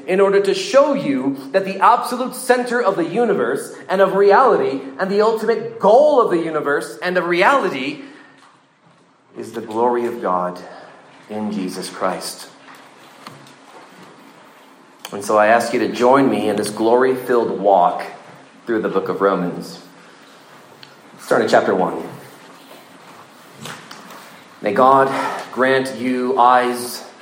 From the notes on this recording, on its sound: This sermon was preached at the 2023 Engage Truth Student Summer Camp in Cloudcroft, New Mexico.